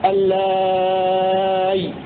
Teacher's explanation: بإبدال الهمزة ياء ساكنة مع مد الألف قبلها ست حركات هكذا اللائي ويجوز لام الوقف للرو مع تسهيل الهمزة مع المد